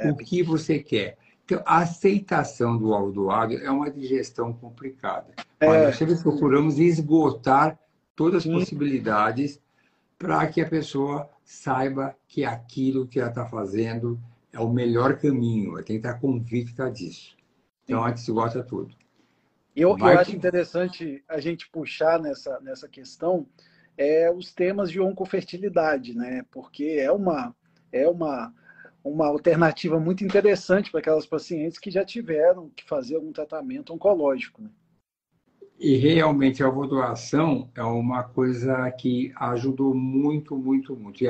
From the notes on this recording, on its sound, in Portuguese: Nesta Live realizada pelo Instagram